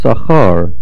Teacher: Sachar is milra. The stress is on the last syllable, since the general rule of pa'ol, which means if the last two syllables of a word have a komatz gadol, and a noch nir'eh, it will be milra.